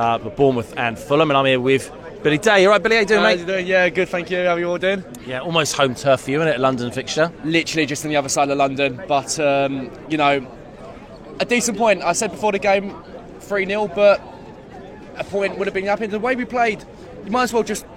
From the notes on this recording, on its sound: We gauged the reaction outside the stadium. Are at the Pear at Parley to go over the 2-2 draw.